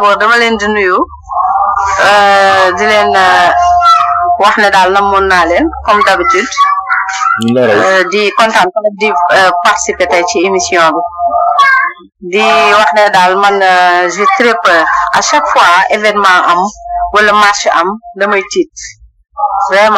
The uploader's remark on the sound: Medium : Audio recording. Our sincere apologies for the background noise.